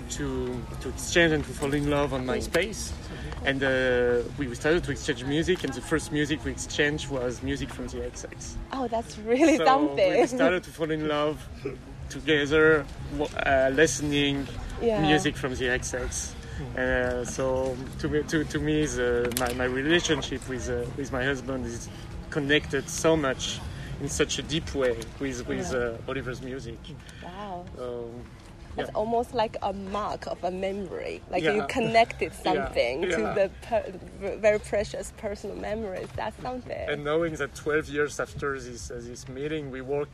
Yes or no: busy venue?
yes